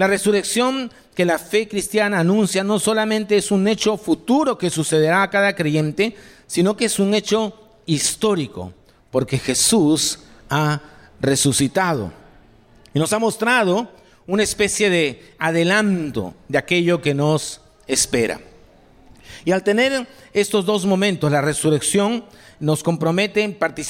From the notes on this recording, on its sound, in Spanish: Este podcast es la retransmisión de la reunión de iCafe de cada domingo. Puedes también participar de manera presencial los domingos a las 11:30am en Jr. Mariscal Sucre 317, Barranco.